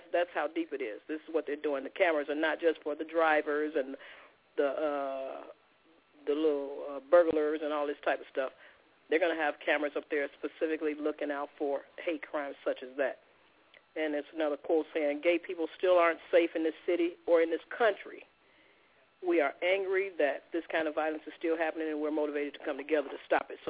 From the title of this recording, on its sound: Opens Up The Phone Lines